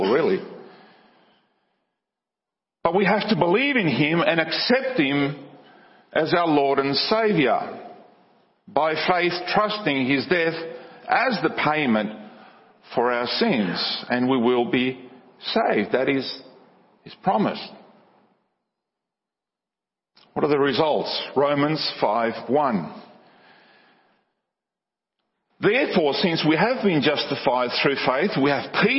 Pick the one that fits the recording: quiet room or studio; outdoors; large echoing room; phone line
large echoing room